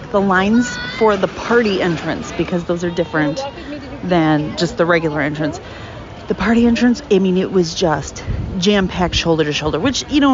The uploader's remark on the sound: LIVE Recording at Mickey’s Not So Scary Halloween Party. This bonus episode includes the raw audio from my time at the party.